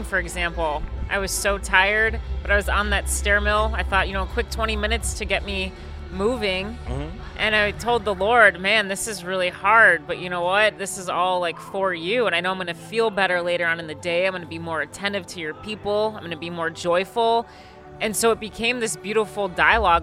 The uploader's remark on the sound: On Location at Becoming Fire: The Vocation Office's Outdoor Festival.